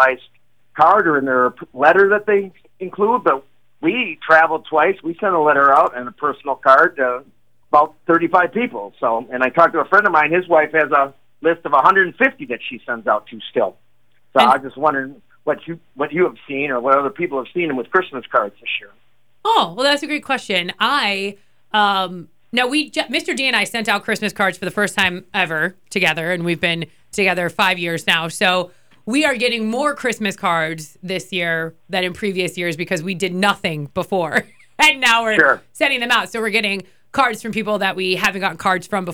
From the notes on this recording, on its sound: Random Christmas Calls. We never technically opened up the phone lines.